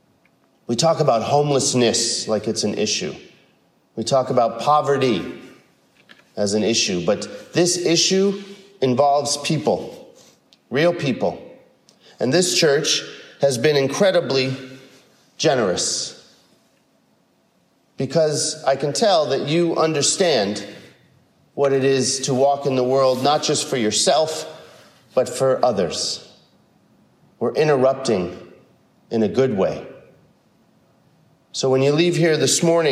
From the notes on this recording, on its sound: Delivered at San Marino UCC.